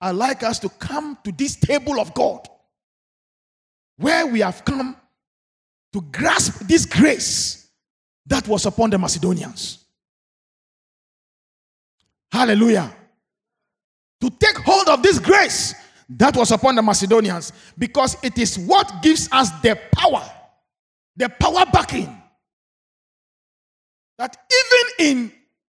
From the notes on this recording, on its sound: Sermon preached at CBC Shiashie Campus